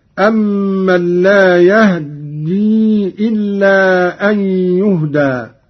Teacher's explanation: باختلاس فتحة الهاء، وهو اختلاس الجزء الأكبر من الفتحة مع السرعة